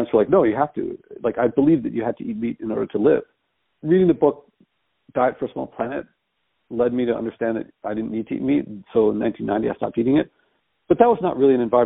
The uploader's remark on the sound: She told me she would record it, but since we were talking on the phone and I wasn't using my recording microphone, I forgot. Unrehearsed and raw.